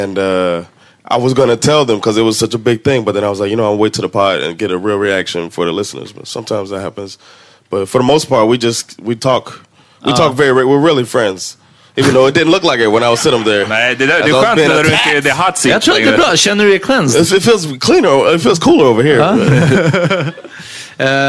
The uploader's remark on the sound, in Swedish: Live från HOBO Hotel. Stort tack till alla som kom och supportade oss på plats!